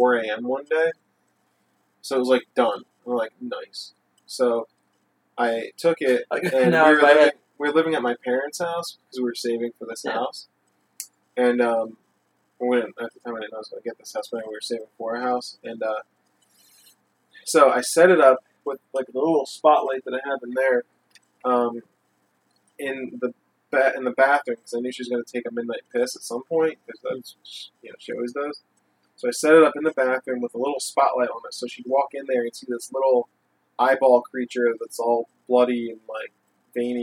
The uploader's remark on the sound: The audio quality isn't as good in this episode due to using a single mic on site after playing multiple games.